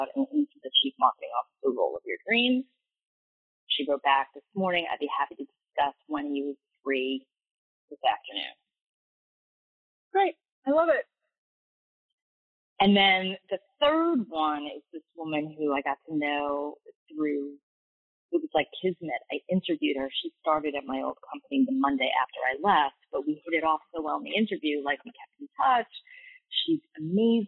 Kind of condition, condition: fault, poor sound quality